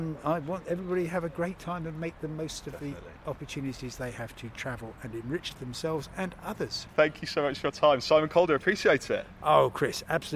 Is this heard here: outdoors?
yes